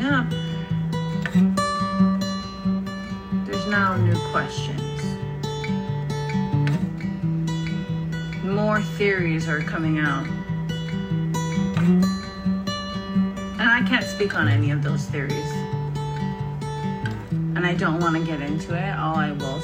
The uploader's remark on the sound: Improve iphone recording using my old acoustic guitar while some horrifically sad news is playing in the background.